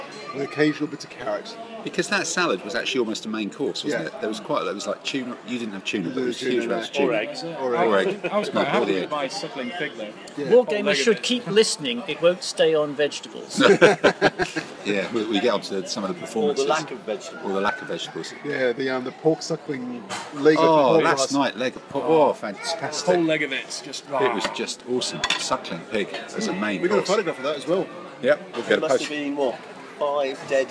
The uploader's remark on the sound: recorded in the town square of Estella on a sunny Sunday afternoon